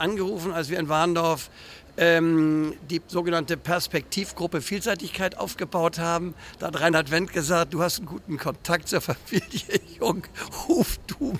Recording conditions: busy venue